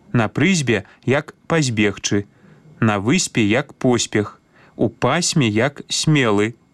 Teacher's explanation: Трэба аднолькава памякчаць свісцячыя перад мяккімі губнымі, незалежна ад месца гэтых свісцячых, ці яны на пачатку, ці ў канцы слова.